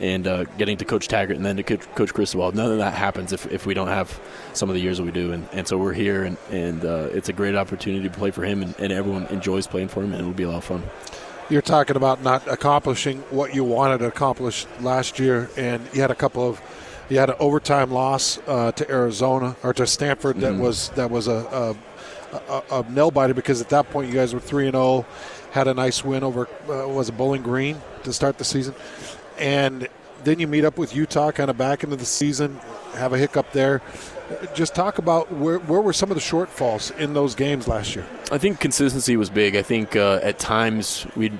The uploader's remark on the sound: live from Pac-12 Media Day